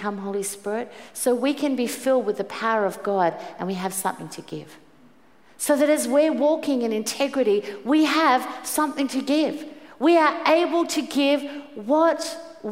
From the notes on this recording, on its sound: Preached at the 5pm service